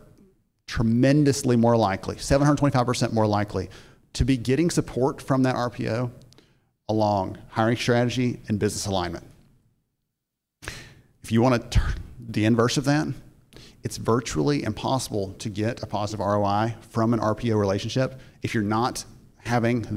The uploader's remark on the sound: A short portion of his 2022 keynote address at the Recruitment Process Outsourcing Association Annual Conference in Chicago.